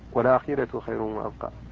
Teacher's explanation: فالذي ينقل الهمزة هو ورش، وورش يرقق الراء